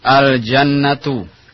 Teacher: ketika dibaca atau dimasukkan dalam satu kata, maka alif lamnya dibaca jelas. · Term: al-huruf al-qamariyah